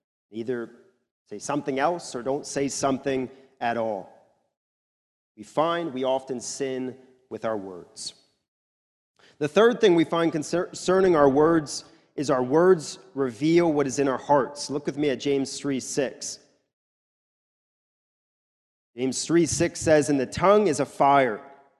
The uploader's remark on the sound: recorded at the Lebanon Bible Fellowship Church in Lebanon, PA during the morning service